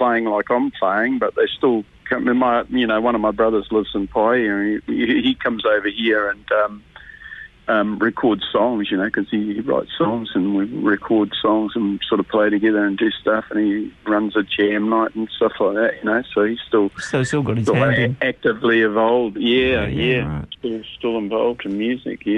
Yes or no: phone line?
yes